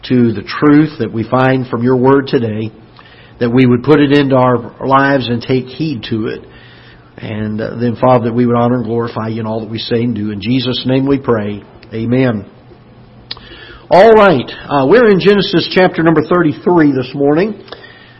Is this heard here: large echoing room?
yes